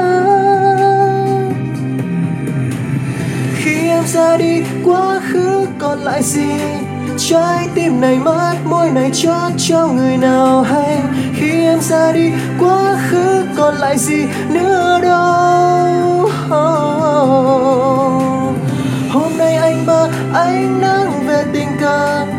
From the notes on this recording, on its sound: Recorded by my mobile phone